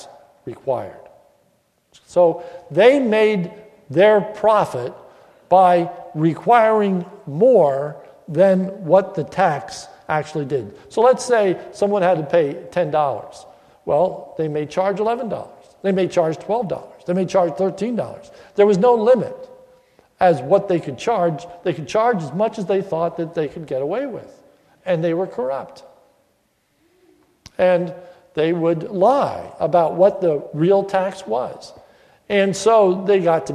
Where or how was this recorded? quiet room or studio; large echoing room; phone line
large echoing room